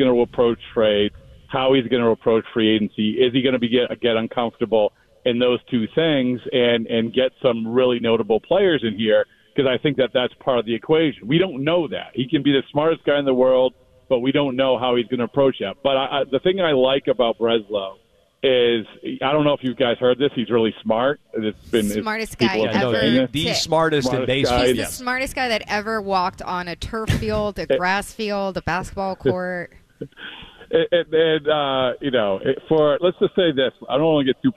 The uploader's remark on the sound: On WEEI. Live from outside AT&T Stadium.